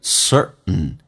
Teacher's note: 当 t 跟 n 在一起的时候，t 是可以不发音的，所以就变成 certain，气流阻塞一下到 n 这个发音